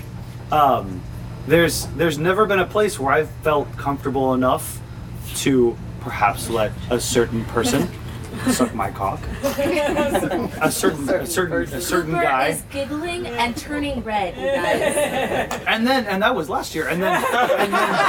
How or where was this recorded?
live audience